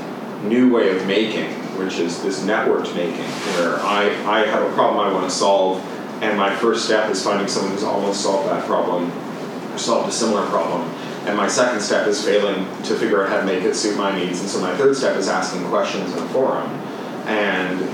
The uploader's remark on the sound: Full event audio. A podcast featuring audio from events at Columbia University.